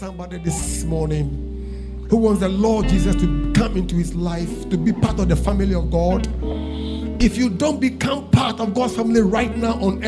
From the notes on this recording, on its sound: Preached At LCC Goshen